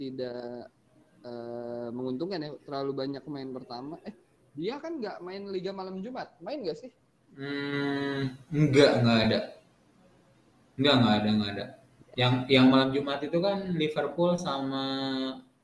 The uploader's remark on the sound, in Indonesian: Maafkan audio yang kecil.